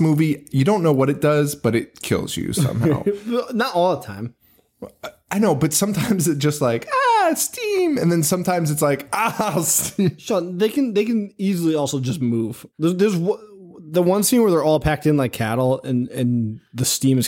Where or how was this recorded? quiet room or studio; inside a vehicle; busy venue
quiet room or studio